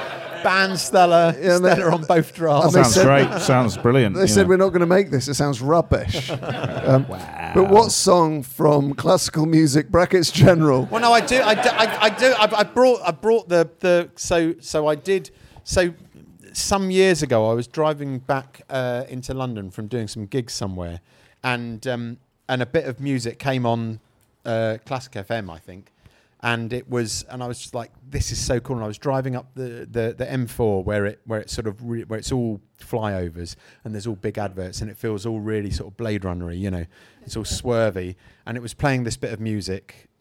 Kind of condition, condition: setting, busy venue